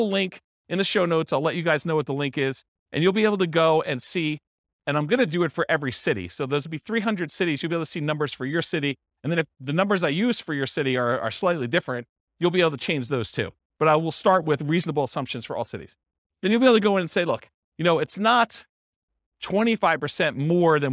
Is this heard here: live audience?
yes